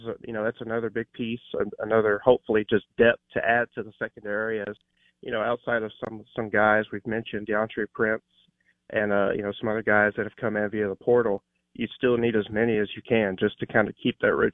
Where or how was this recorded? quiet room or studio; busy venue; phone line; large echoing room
phone line